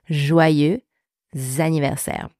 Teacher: for joyeux and for anniversaire, they are linked together with a Z sound, so a liaison in Z, Z.